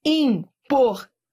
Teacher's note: É um ditongo crescente, exatamente como você estudou, ó, da semivogal para vogal.